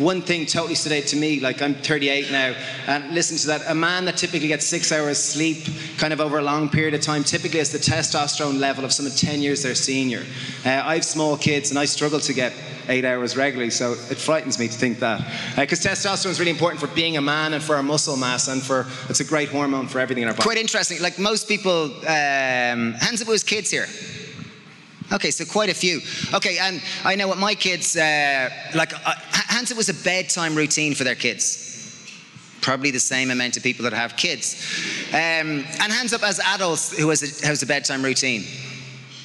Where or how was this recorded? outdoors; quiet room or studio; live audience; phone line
live audience